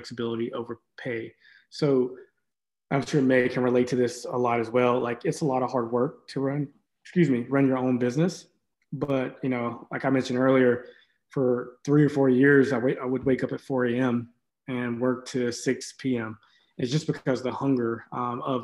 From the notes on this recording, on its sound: on a Zoom meeting with several Davidson College students